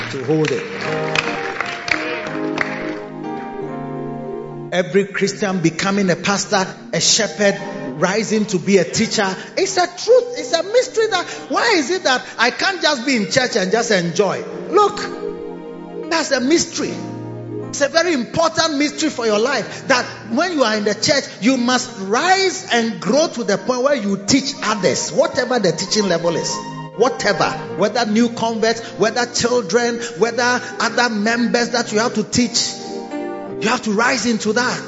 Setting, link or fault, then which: setting, large echoing room